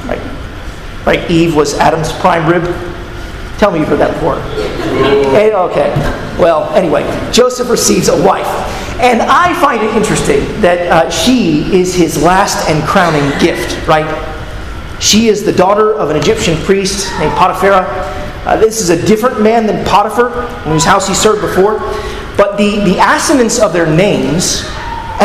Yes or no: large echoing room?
yes